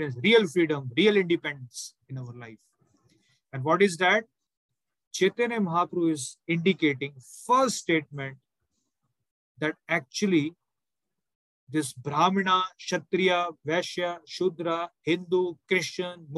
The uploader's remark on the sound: Zoom recorded class